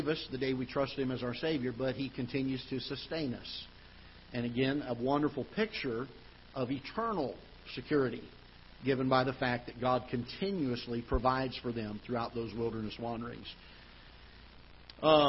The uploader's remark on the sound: Ketha Heights Baptist Church ~ Live Broadcast.